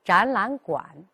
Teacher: 后一个音节上声，哎，读本调的时候呢，它不变调，但是声音呢不要拉得太长